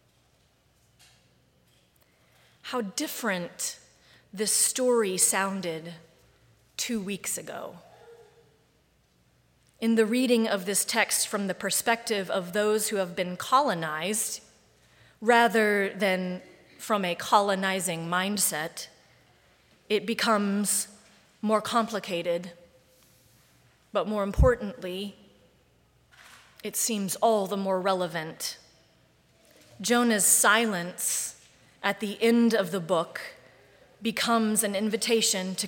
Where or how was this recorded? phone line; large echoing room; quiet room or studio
large echoing room